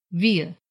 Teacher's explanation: Последний звук в этом маленьком слове почти сливается с предыдущим гласным, как бы растворяется в нем